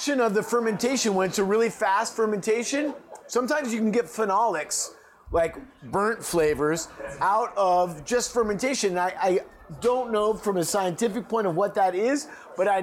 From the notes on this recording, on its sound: Caña Rum Bar is much more than just one of the places that we record our podcasts; it's also Los Angeles' premiere spot to experience some of the most unique rums from around the world. This episode was recorded on the night of Caña's 9th anniversary.